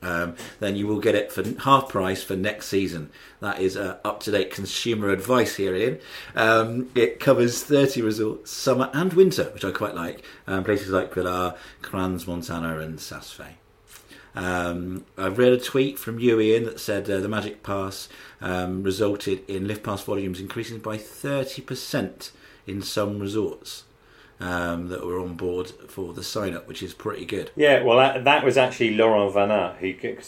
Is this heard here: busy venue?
no